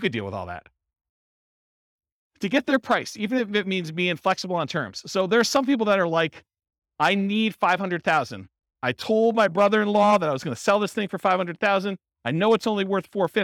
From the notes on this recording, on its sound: In Concord, California. This was a live class recorded. Live in-person version.